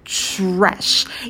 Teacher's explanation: В слове trash у нас на стыке TR появляется звук «ч».